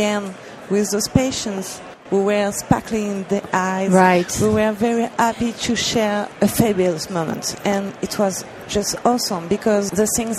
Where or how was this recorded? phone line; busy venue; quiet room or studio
busy venue